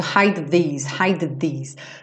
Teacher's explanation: Hide these também ficar um pouquinho difícil de você fazer muito rápido hide these, hide these, porque o D é com a língua no céu da boca e o these é com a língua aqui nos dentinhos da frente, né? Então você acaba juntando os dois também.